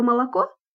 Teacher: когда мы говорим слово «молоко», мы как бы говорим «м», потом «ла», уже оно такое больше похоже на «о», и потом «ко». · Term: редукции гласного